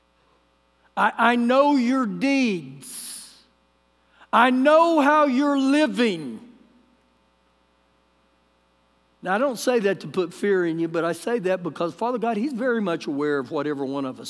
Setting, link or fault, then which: setting, large echoing room